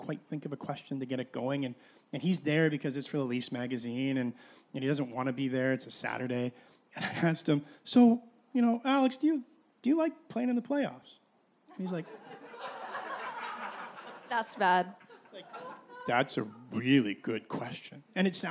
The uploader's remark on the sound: at Puck Talks Festival.